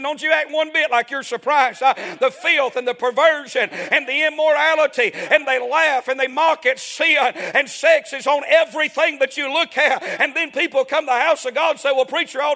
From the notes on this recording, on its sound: A sermon preached Sunday Morning